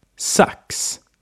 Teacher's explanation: In Swedish, we just have an unvoiced S.